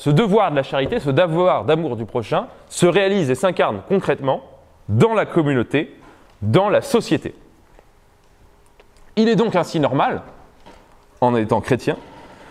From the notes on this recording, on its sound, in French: Conférence introductive de l'université d'été Academia Christiana 2017 sur la reconquête.